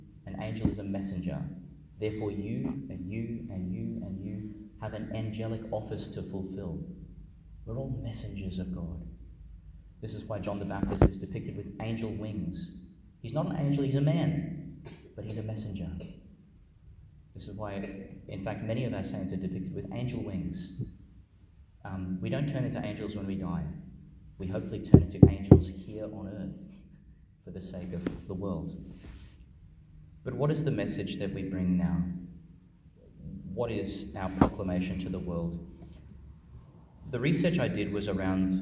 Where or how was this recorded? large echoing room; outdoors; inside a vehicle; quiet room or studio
large echoing room